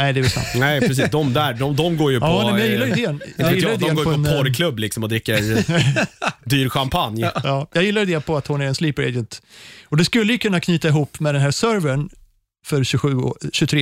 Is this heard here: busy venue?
no